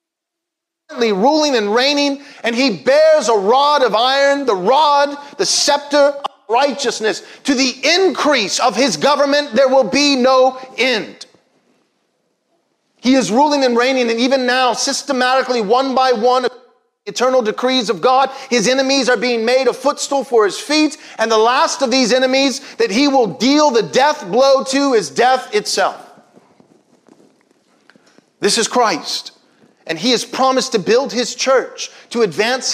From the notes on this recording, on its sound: Was preached from Psalm 8 at Covenant Bible Church on Sunday, April 25, 2021.